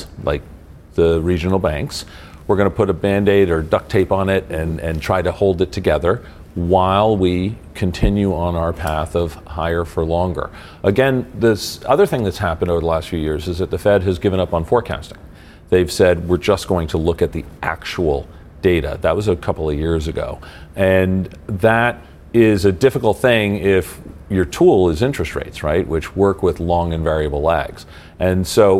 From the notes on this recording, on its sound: We are live at Vivatech in Paris